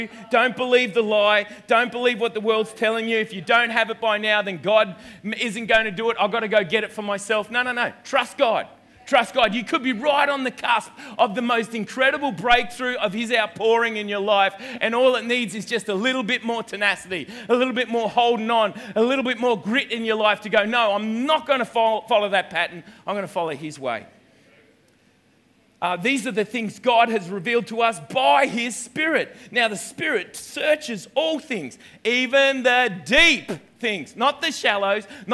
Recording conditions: large echoing room